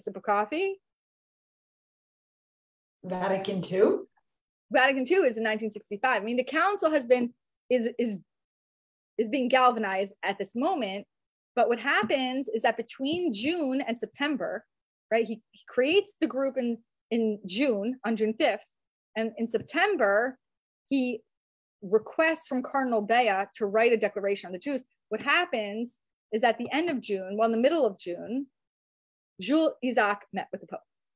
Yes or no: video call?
yes